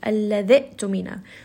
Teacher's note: You cannot even hear this alif when it is being recited.